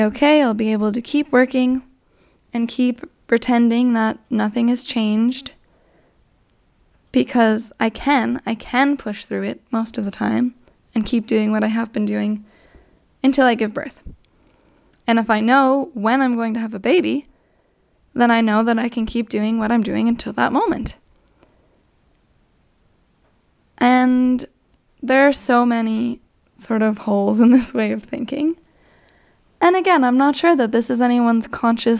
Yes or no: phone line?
no